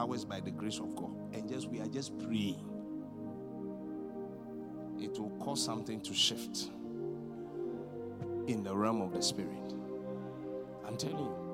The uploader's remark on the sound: Preached at the Qodesh